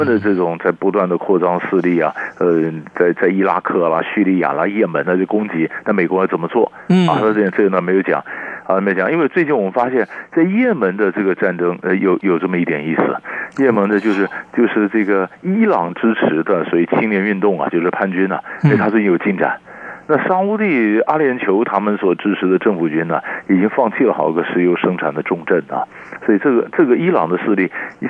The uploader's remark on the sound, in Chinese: 連線訪問